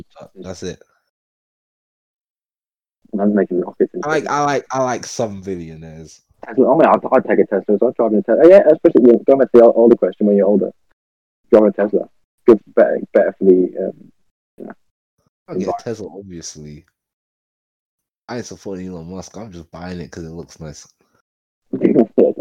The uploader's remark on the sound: This is our first ever episode the audio is a bit off.